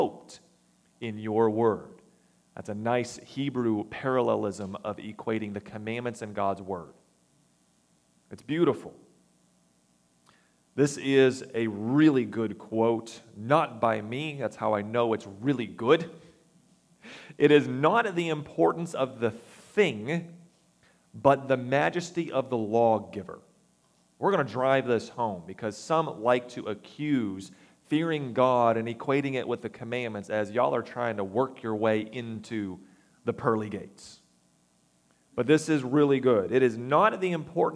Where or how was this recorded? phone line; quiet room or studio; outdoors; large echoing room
large echoing room